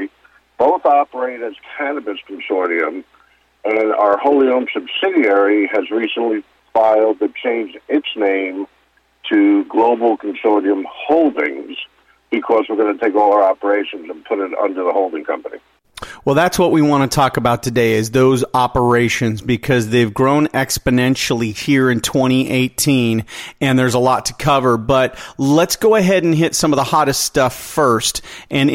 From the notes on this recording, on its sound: called in to SmallCapVoice.